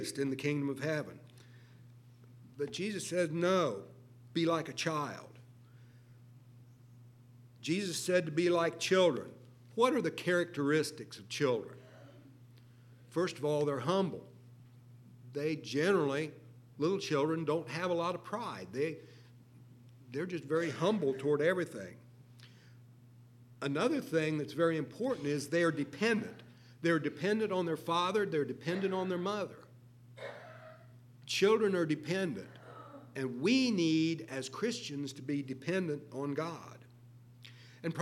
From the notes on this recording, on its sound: LIVE Services at Sunshine.